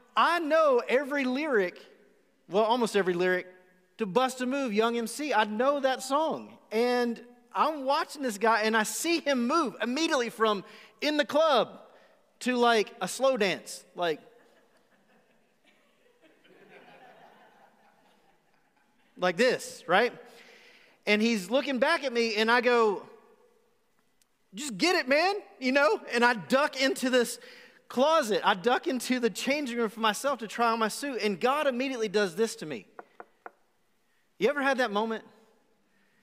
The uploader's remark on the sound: Recorded live on January 31, 2021 at The Fellowship at Two Rivers.